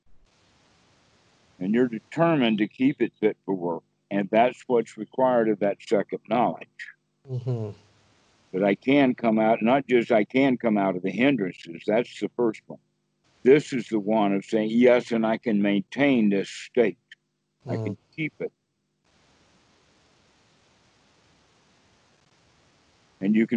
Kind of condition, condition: link, video call